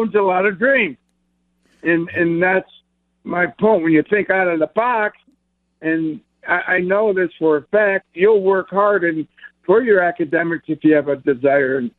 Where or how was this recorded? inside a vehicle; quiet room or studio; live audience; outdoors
inside a vehicle